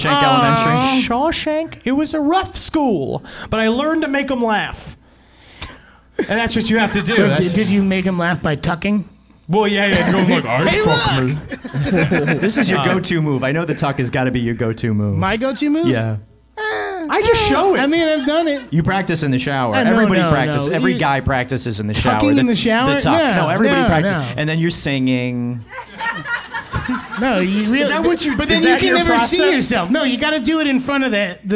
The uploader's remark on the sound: NYC Podfest 2016 LIVE. This month's episode was taken from our live recording at NYC Podfest 2016!